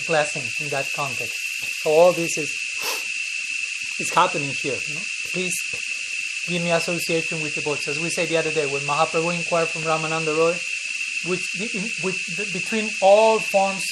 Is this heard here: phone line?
no